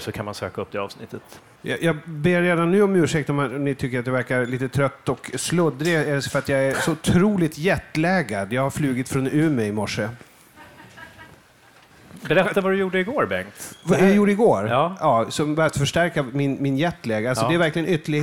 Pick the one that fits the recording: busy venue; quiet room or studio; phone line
busy venue